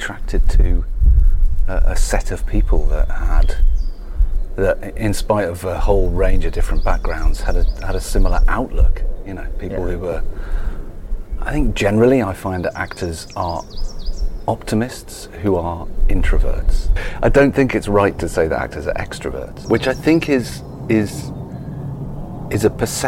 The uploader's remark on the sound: Recorded in his garden